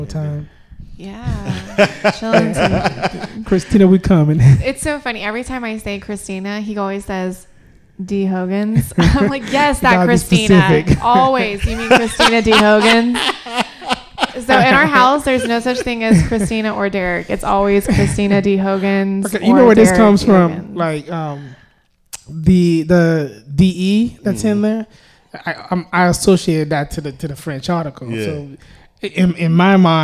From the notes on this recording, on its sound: live from The Woodshop